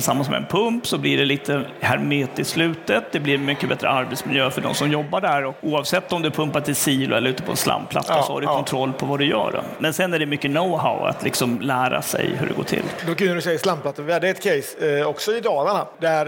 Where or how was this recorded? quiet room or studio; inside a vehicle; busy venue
busy venue